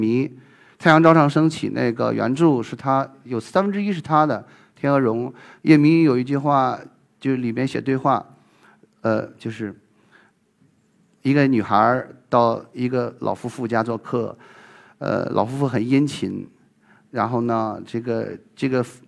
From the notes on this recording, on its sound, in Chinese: 一席现场